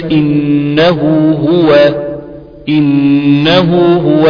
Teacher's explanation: اعلم أخي أن هاء الضمير واسم الإشارة تارة تمد وتارة تقصر. أقول تمد ضما بواو وكسرا بياء لفظا ويسمى هذا بمد الصلة. إذا وقعت الهاء وقعت الهاء بين متحركين ويجري عليهما حكم الأصل والفرع حكم المد الأصل والفرع نفس الكلام بيجري على الواو أو الياء.